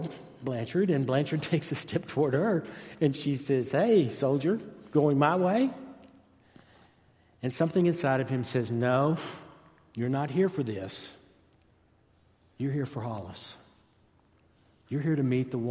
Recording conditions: large echoing room